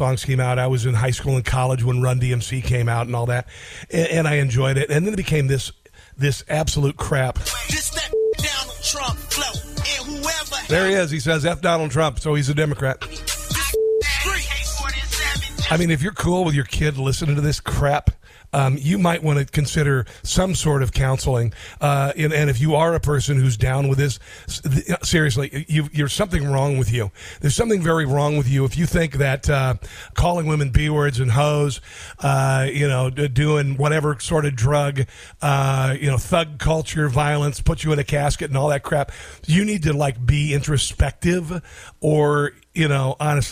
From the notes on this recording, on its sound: takes phone calls from listeners